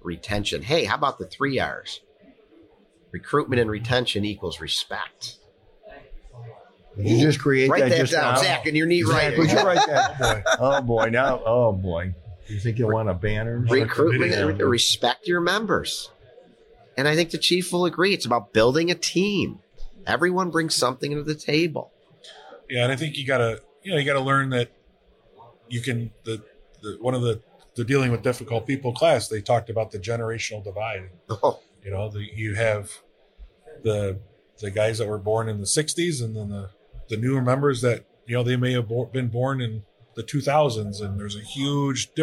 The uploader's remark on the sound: Live at FDIC.